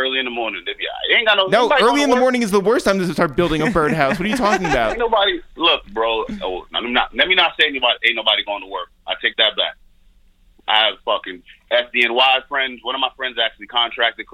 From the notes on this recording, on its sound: we make calls from our Upper West Side apartment